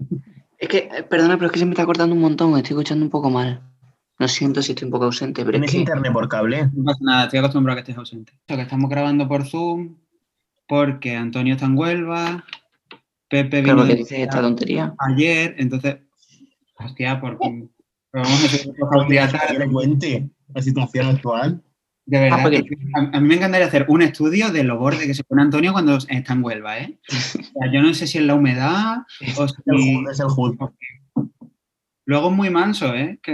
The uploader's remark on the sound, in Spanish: Grabado por zoom, se escucha regular-mal.